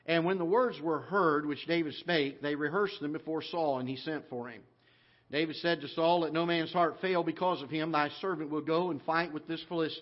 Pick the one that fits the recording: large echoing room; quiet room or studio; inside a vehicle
large echoing room